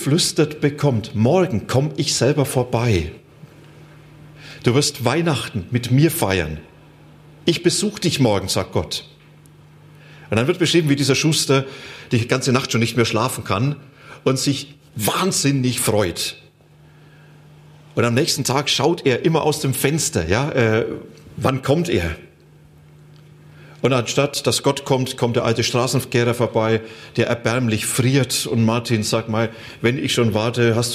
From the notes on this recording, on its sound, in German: Die Aufzeichnung wurde im Rahmen eines Live-Stream Gottesdienst aufgenommen.